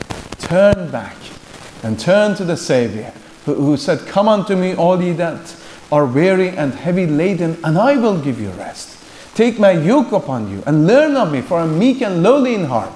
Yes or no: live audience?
yes